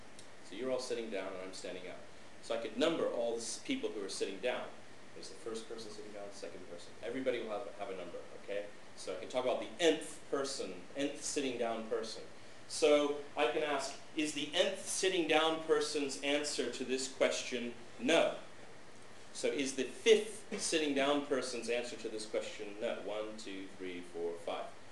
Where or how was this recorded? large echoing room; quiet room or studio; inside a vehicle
large echoing room